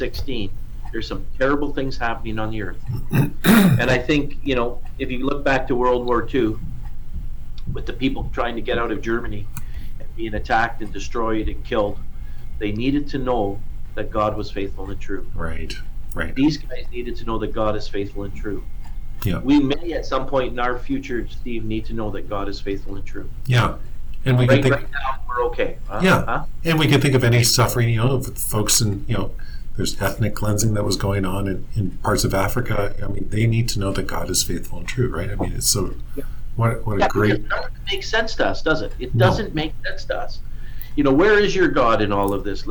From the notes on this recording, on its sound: Sorry about the audio in this one